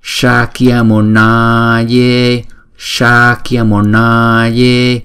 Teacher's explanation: Chữ N là, chữ N này á, chúng ta để cong lưỡi lại và búng ra N, N. Chữ A này là hai nhịp, chữ E cũng là hai nhịp